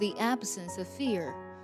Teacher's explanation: absence of fear 就指的是没有恐惧了。另外一个单词 conquer，它指的是战胜、征服的意思。在我们读这句话的时候呢，有一些连读省音需要注意，比如说 the absence offear，有注意到吗？在我们读 of 的时候呢，只是读了一个 a 的音，并且和 absence 连读在一起了， v 并没有读出来。这呢就是一个关于 of 的读音规则，当它后面接辅音的时候呢， v 呢一般是只做口型不发声，读得快的时候呢， v 几乎是听不出来的。